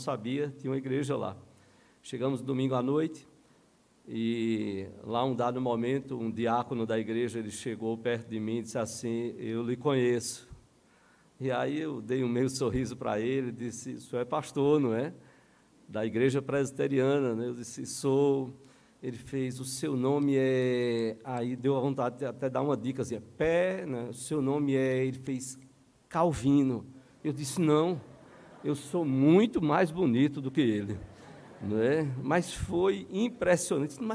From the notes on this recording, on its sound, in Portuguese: No culto presencial e transmitido ao vivo no domingo a noite (18h) por ocasião do 89º aniversário da igreja.